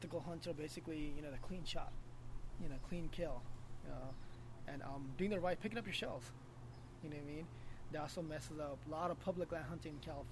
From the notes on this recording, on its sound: the audio is ridiculously low!